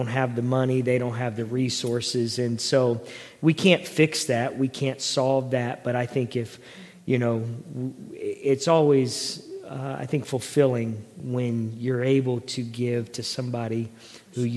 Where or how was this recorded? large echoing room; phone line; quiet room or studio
large echoing room